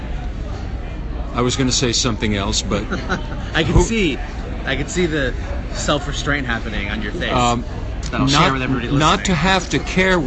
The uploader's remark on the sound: San Diego Comic-Con 2016. The Dark Horse Comics party at San Diego Comic-Con International.